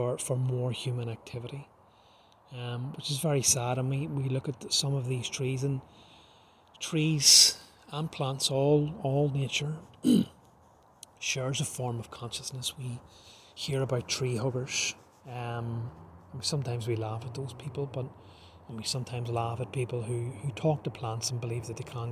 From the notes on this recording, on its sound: An odd podcast that was recorded the previous night when I was trying to detox myself in nature. Please don't be put off by the lack of polish,this was recorded in nature itself at dusk.